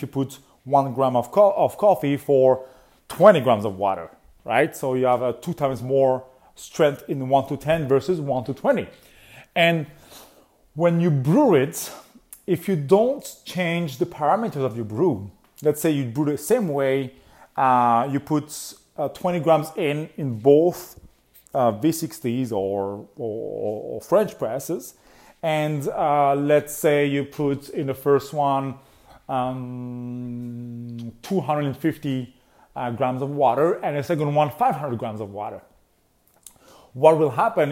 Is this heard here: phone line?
no